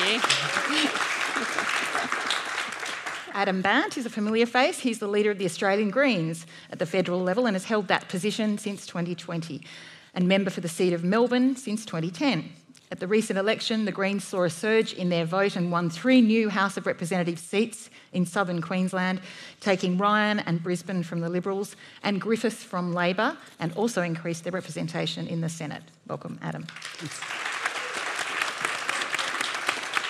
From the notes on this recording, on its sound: At Antidote 2022. This event was recorded live at the Sydney Opera House in September 2022.